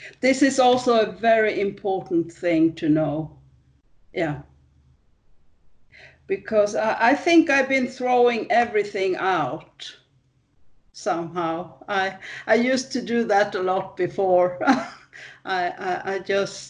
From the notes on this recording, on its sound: The date in the title indicates the date the call was recorded.